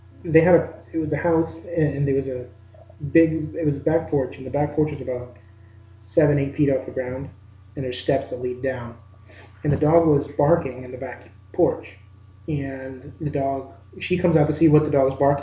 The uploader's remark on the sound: Due to a technical issue, the recording quality of this episode is lower than usual